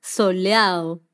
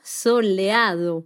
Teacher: Ella casi no pronuncia esa D. Y eso pasa en varias partes del mundo hispanohablante. · Shown in: first take